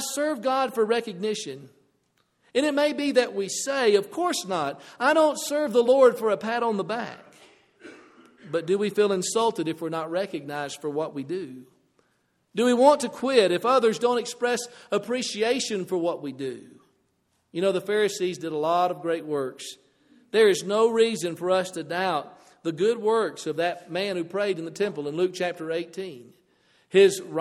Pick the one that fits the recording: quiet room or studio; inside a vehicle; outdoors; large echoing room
large echoing room